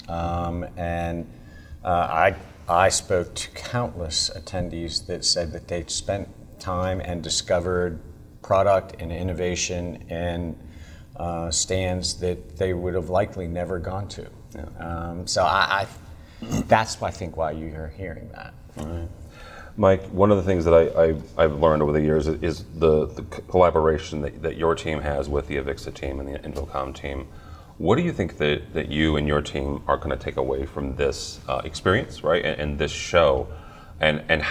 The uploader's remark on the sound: Live From InfoComm 2021